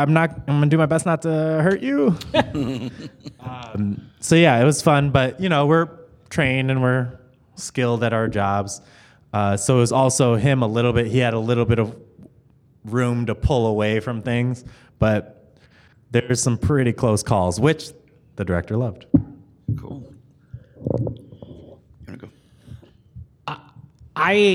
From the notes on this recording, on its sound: The Horrible Movie crew got to moderate this panel from Kansas City Comic Con.